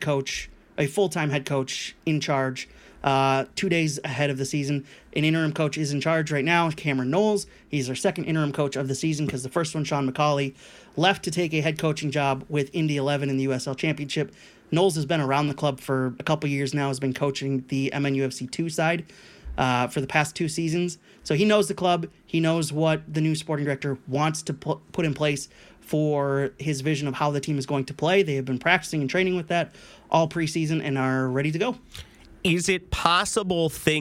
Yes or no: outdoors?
no